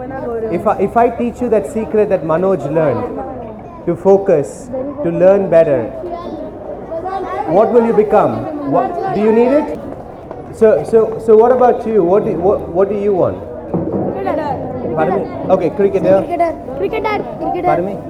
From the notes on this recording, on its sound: A recording of my conversation with the 100+ students that I worked with in a drive to empower some under privileged children.